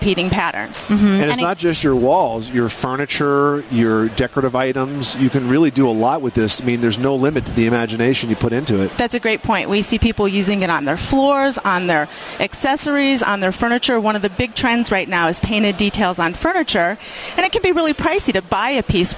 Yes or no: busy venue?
yes